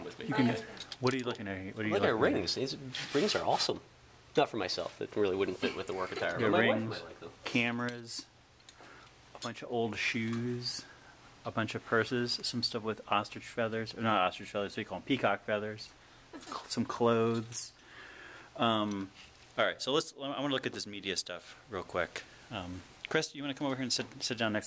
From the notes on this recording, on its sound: This week’s show is taped at Crompton Collective , a mall of antiques and artisan goods, right off Kelley Square.